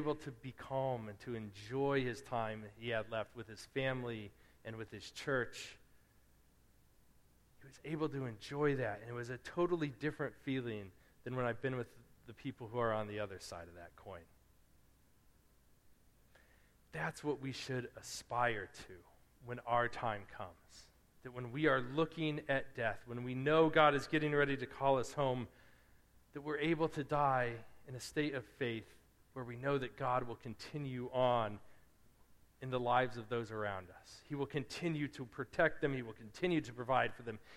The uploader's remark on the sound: Preached at Restoration Road Church on August 20, 2017.